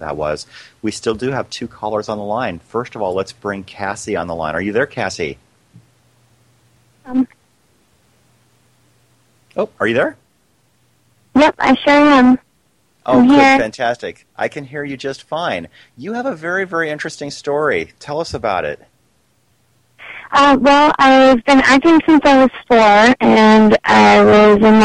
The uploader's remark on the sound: Several people called into the show